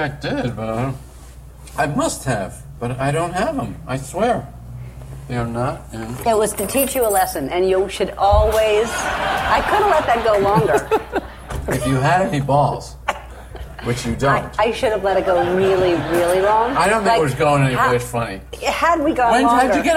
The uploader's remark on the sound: coming to you LIVE form the Pebble Beach Concours